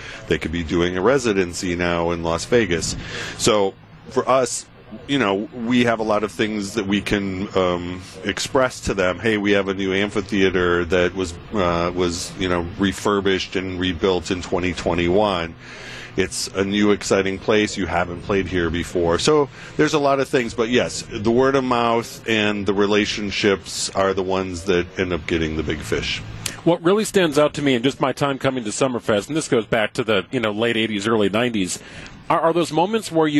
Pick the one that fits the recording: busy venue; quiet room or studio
busy venue